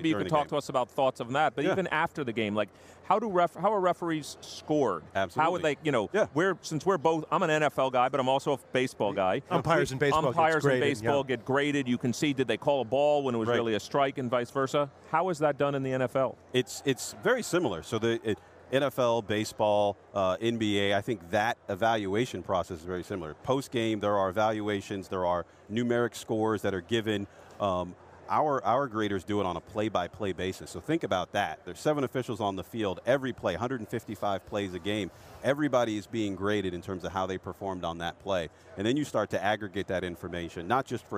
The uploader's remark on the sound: Live from Radio Row at Super Bowl LIII on Wharton Moneyball.